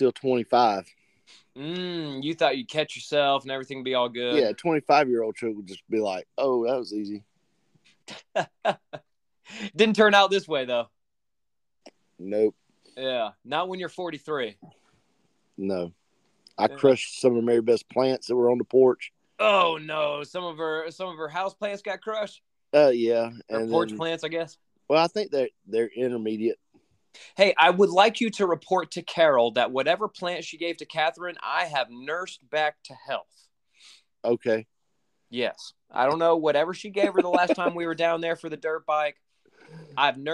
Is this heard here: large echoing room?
no